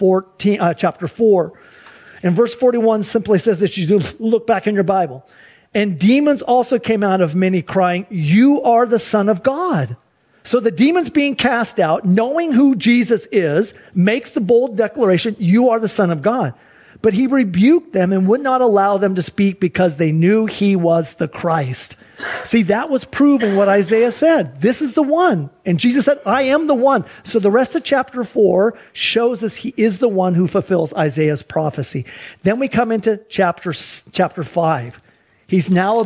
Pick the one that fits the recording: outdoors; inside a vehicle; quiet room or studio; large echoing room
large echoing room